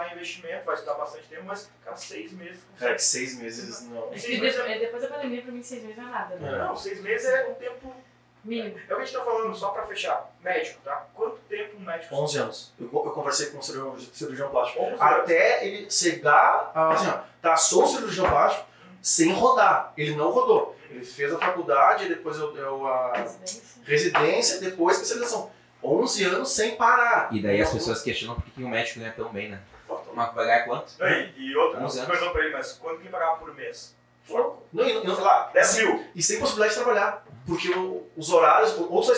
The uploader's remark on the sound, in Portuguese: Pedimos desculpas pela qualidade do áudio, mas tivemos um problema na captação.